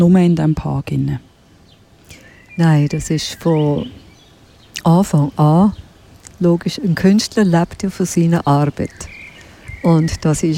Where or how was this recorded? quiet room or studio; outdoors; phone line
outdoors